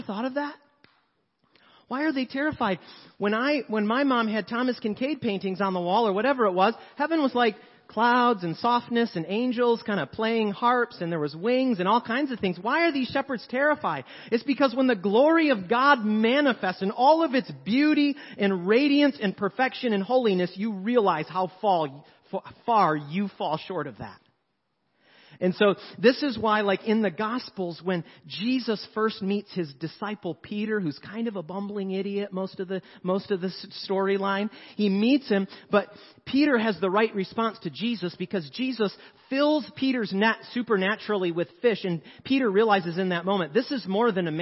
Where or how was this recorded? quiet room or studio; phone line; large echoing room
large echoing room